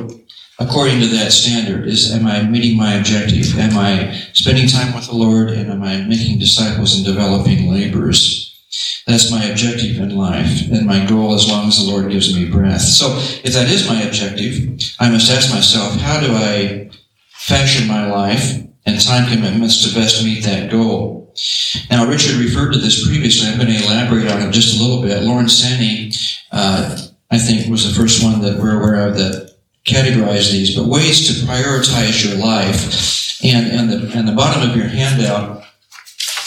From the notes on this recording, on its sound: at a Young Leader's Development Conference February 18, 2023 in Wichita